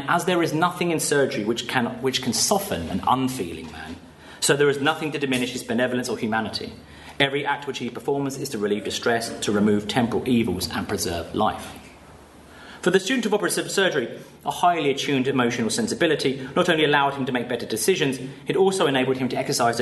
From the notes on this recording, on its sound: Paper given at the symposium